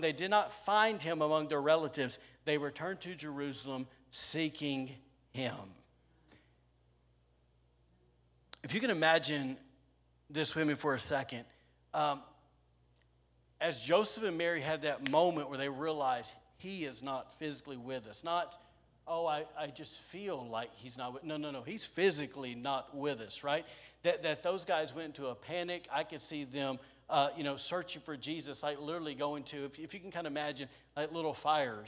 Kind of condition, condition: setting, large echoing room